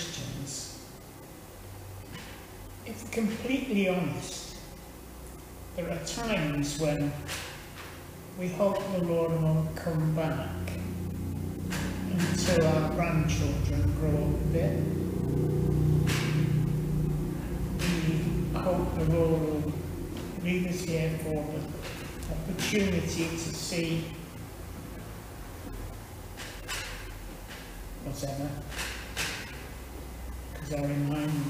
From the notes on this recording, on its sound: Teaching at Withington Christian Church